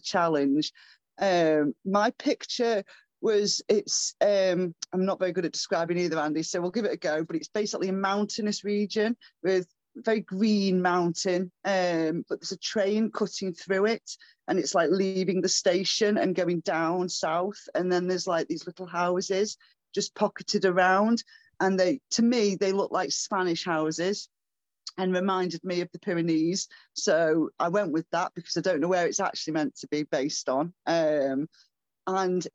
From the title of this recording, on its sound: Live Zoom Book Launch